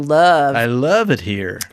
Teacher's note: We take the sound in love, and like love, and we make it flat. So love. I love it here. · Term: vowel changes